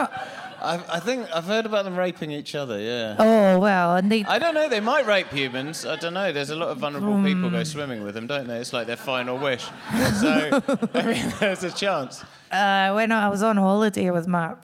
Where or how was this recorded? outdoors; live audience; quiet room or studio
live audience